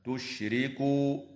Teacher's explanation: ترقق الراء في كلمة تشركوا لأنها مكسورة